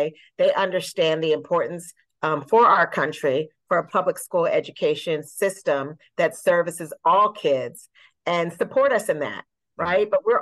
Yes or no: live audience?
no